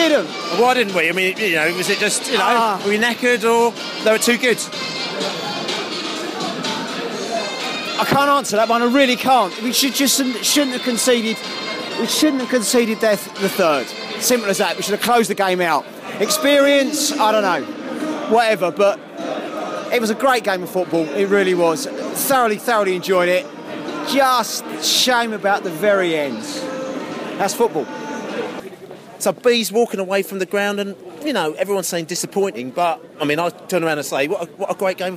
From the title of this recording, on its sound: post-match podcast from the pub